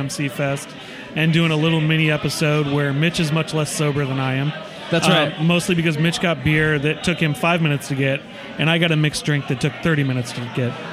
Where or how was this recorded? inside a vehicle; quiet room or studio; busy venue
busy venue